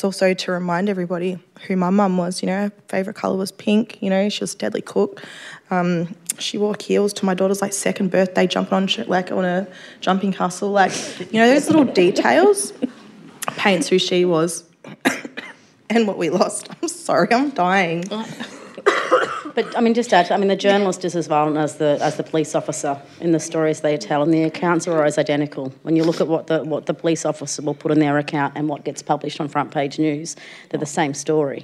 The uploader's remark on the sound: At this event recorded live on Wurundjeri Country at the Wheeler Centre for NAIDOC Week 2022